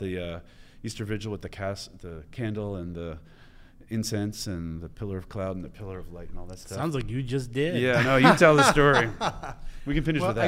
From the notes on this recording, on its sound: Today’s episode was filmed in front of a live studio audience at Benedictine College.